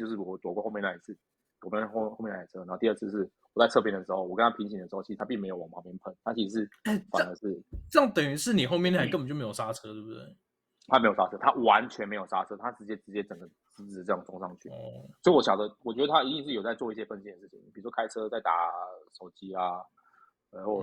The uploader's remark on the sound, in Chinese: 日本發言人外出取材中～(本集錄音時間為十二月初)。測試新錄音軟體中，音質如不佳，敬請見諒。